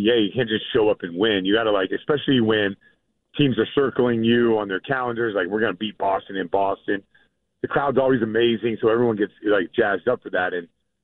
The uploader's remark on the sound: calls into the Jones and Mego show